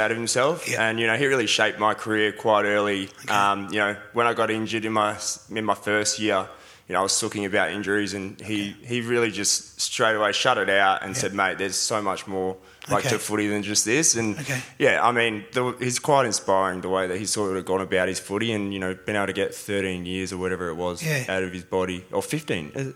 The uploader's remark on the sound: That's Good for Footy panel show LIVE from the Italian Sports Club in Werribee